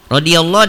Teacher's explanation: Kemudian radiyallah, radiyallah di sini ada lafdul jalalah tafhim, lafad Allahnya dibaca tebal radiyallah ya karena sebelum lafad Allah berharokat fathah maka dibaca tebal lafad Allahnya